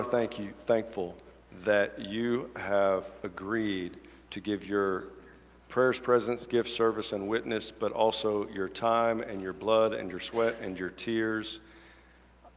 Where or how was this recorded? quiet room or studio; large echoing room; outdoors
large echoing room